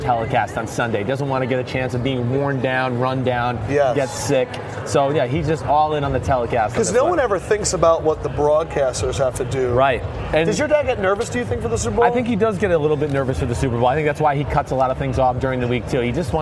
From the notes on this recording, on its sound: live from Radio Row at Super Bowl 50 in San Francisco